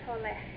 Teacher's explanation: And you just get the rough breathing at the end of the word